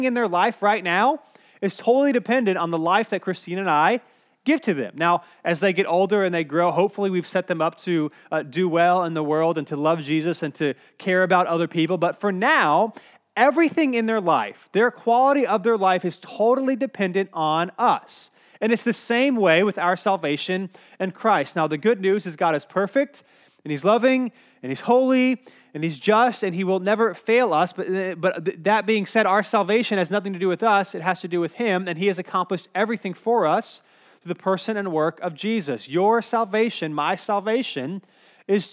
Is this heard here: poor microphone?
no